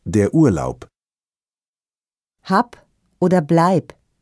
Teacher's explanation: Das B am Wortende klingt hier fast so hart wie ein P.